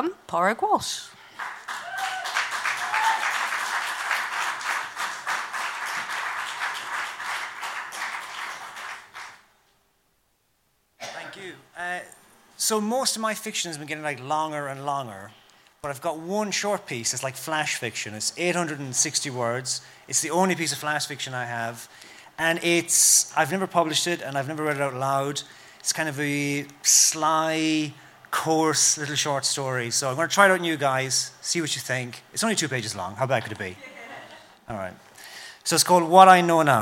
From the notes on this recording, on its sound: Listen to the Brixton BookJam. At our regular venue Hootananny Brixton.